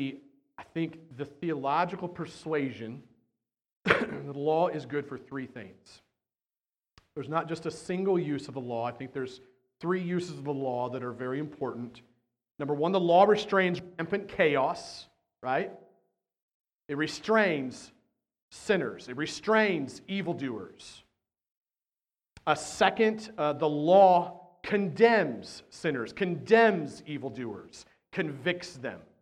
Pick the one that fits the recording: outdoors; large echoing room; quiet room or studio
large echoing room